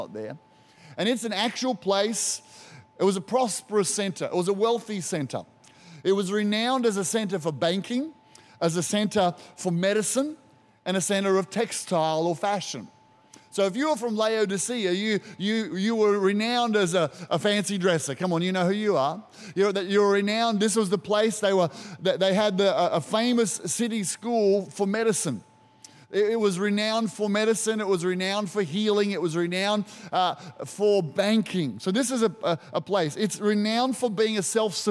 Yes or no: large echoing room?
yes